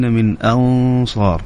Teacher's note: النون هنا بعدها حرف الصاد، الصاد من حروف الاستعلاء والتفخيم، فأيضا الغنة تفخم